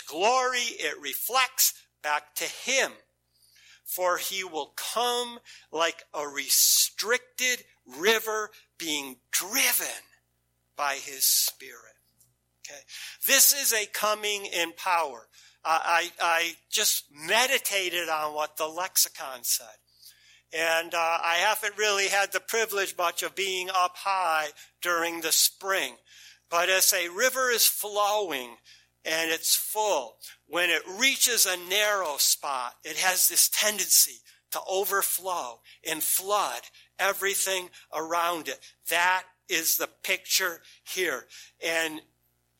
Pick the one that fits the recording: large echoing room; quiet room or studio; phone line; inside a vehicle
large echoing room